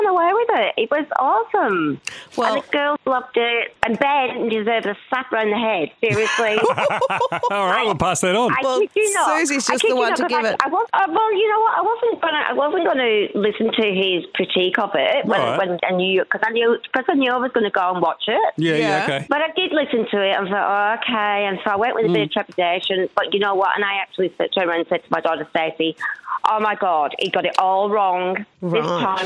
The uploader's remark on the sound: opened the phones